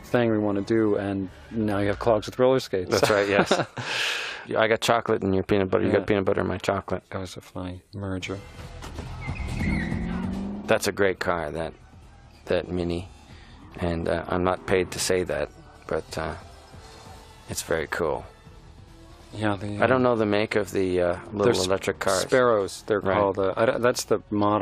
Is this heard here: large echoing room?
no